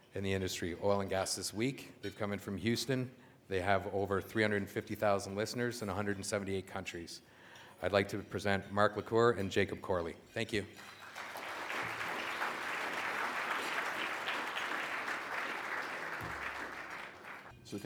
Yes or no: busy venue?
yes